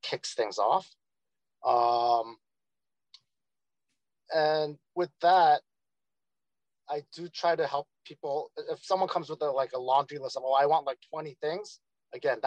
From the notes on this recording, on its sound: Zoom Call Start